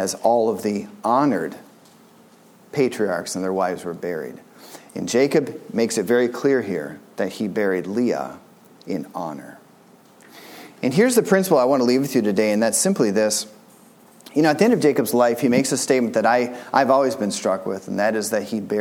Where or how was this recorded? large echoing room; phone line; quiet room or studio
large echoing room